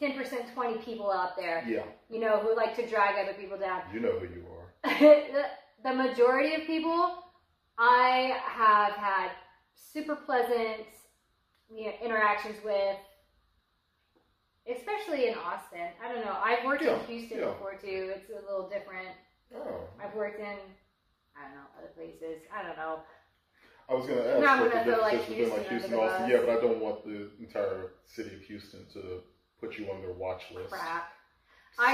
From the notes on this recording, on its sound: All of which was done under the watchful eye of our podcast overlord, the air conditioner! Apologies in advance for the audio. The podcast gods were unkind.